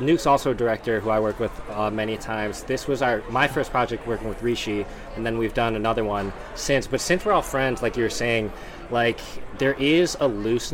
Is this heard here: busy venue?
yes